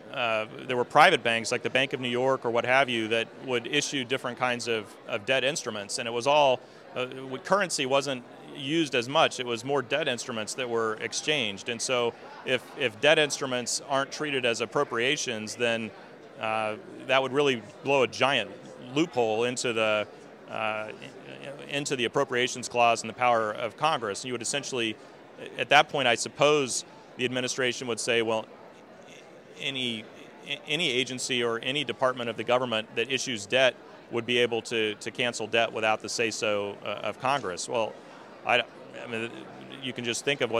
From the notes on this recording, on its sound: At the Conservative Political Action Conference